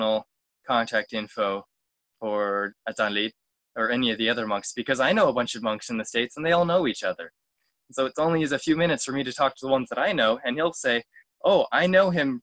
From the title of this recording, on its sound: Zoom Call